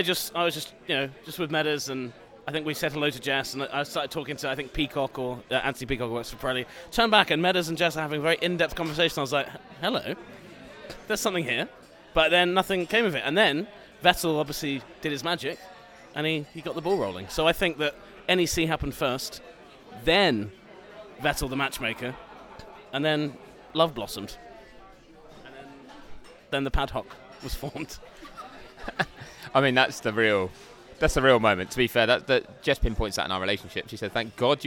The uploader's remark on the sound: Live and unfiltered from a bar in Montreal